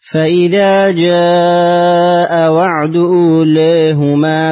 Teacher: نقرأ لدوري أبي عمرو بالتقليل في أولاهما